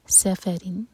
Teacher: scene पर whistle वाला sound और लाइट स